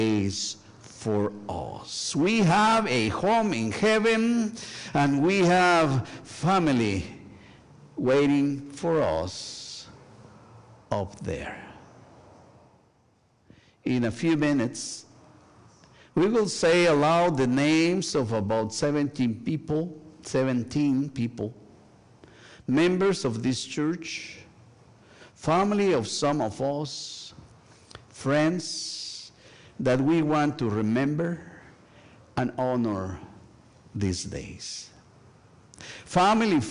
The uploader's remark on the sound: Sunday worship service at First United Methodist Church of Pacoima. Recorded live on November 5, 2023, this service. We are located at 12550 Van Nuys Blvd.